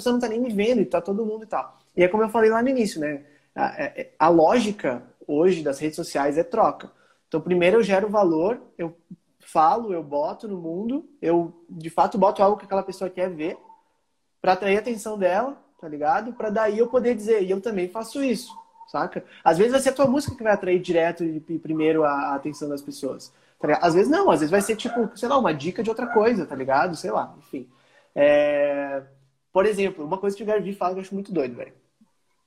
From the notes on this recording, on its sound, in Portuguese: conversa retirada de uma live no insta